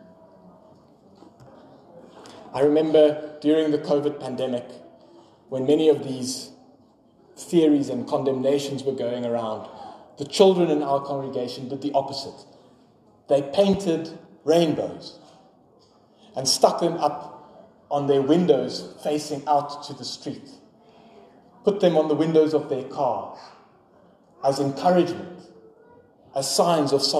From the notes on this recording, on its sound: Sermon preached on 18 February 2024 at Pinelands Gemeente.